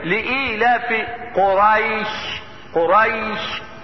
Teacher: وسط اللسان وما يحاذيه من الحنك الاعلى اذا كانت حرف لين يعني ساكنة وما قبلها مفتوح